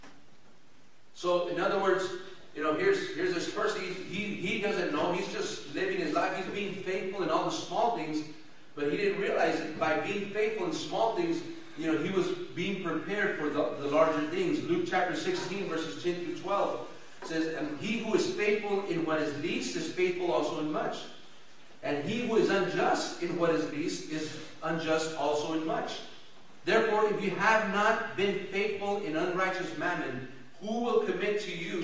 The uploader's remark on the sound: El Paso Christian Church Live Stream